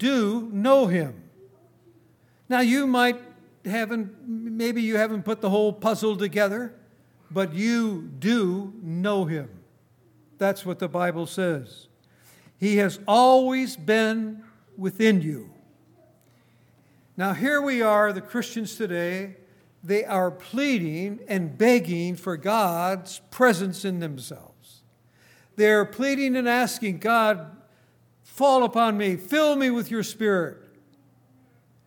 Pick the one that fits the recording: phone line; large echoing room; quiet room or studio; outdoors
large echoing room